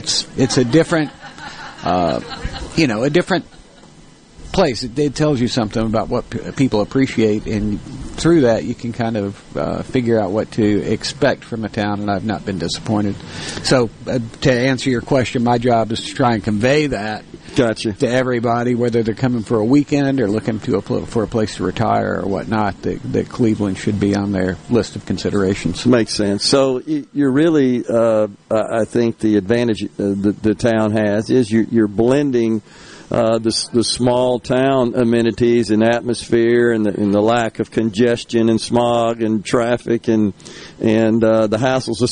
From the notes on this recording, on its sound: LIVE from Cleveland's 50 Nights of Lights